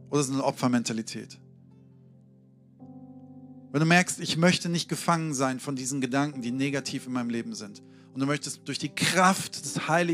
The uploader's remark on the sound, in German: Sonntagspredigt aus dem Standort Bochum.